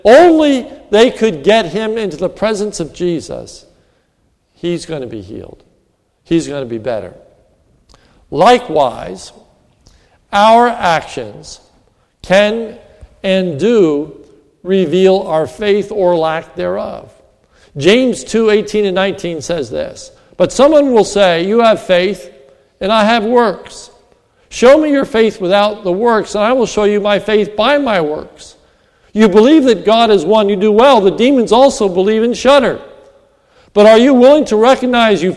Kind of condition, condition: setting, large echoing room